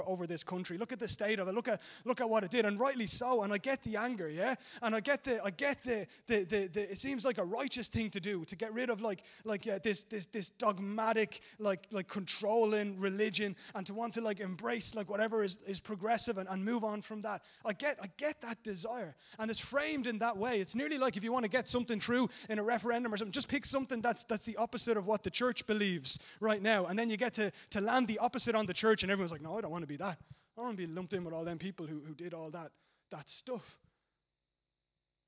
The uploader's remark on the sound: Recorded live at Liberty Church on 24th March 2019